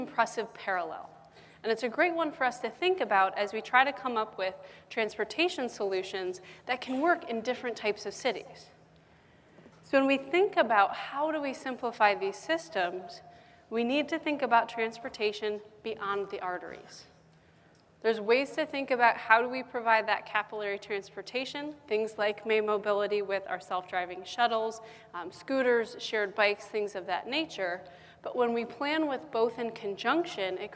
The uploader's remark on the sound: The best of live interviews from GreenBiz events.